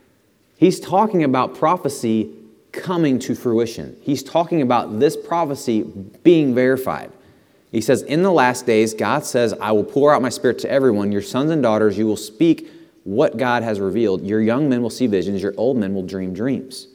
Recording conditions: large echoing room